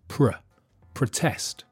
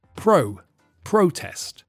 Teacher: The stress shifts, and so in the verb, the first vowel sound is weak, pr, protest. And in the noun, the stress is on the first syllable, so the vowel sound is strong